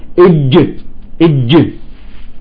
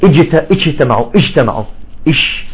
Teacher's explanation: عندما تلفظ الجيم يجب وينبغي أن تلصق اللسان بالحلق، بأعلى الحلق · Shown in: first take